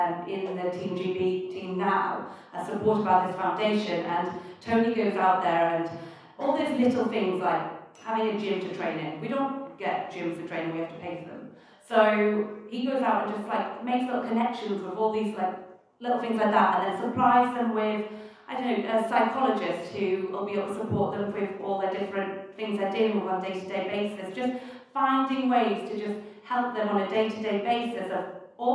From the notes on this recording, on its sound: At the ' Ski Launch' event in London. Please note that the sound quality on this broadcast is not ideal.